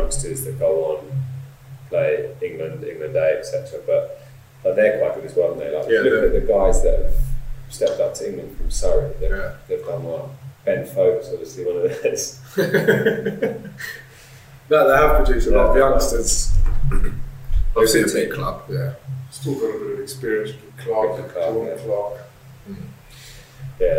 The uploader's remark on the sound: We had some technical difficulties when recording this episode